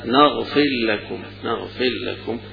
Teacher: حرف في حرف يكون إدغام كبير، لكن هنا لكونه هذا سكون، فكأنه حذف السكون ودخل الراء في اللام · Term: إدغام الصغير